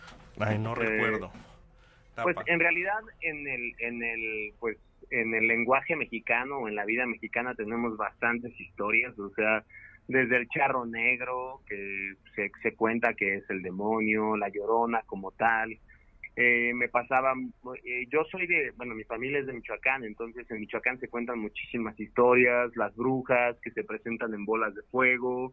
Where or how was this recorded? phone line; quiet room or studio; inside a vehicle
phone line